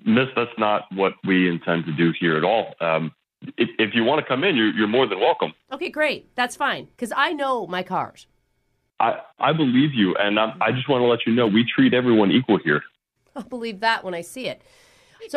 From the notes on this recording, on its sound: Phone Tap. Is calling an auto body shop.